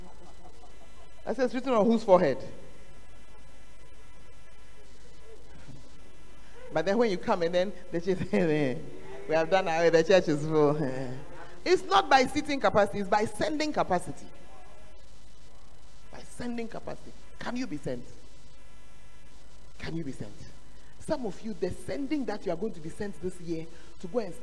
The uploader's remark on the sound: Preached at the Tuesday Service